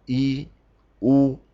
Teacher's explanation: Si nos fijamos en el grupo de las vocales, hay tres aberturas posibles de la boca. Es decir, las vocales I, U, la abertura de la boca es mínima